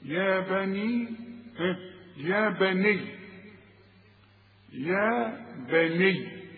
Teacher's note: اذا وقفت الياء عندي مشدده وكل حرف مشدد حرفين